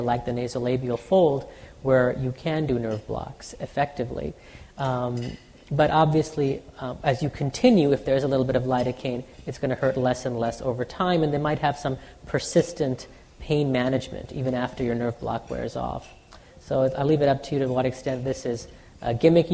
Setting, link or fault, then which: setting, live audience